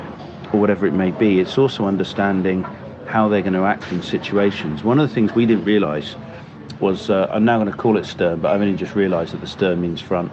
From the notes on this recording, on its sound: Quick and dirty, recorded from Fairbanks (Alaska), Whitehorse, (Yukon) and Seattle Airport.